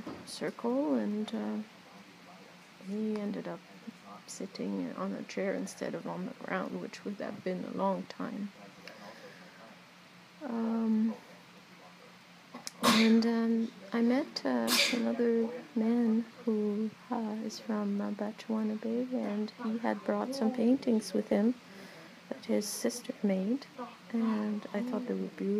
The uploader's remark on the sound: Just some thoughts sitting outside the Walking with our Sisters memorial, lodge, exhibition at Algoma University's Shingwauk Auditorium